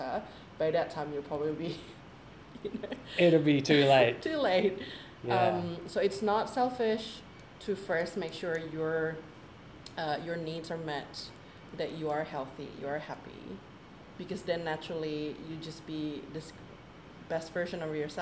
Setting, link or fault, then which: fault, background noise